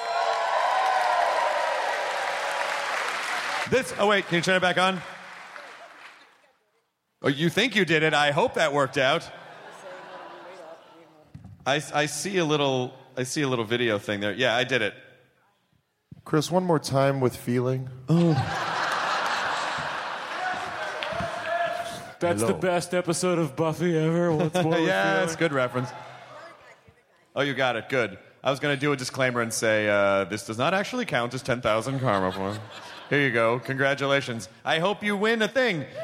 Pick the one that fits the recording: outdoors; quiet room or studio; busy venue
busy venue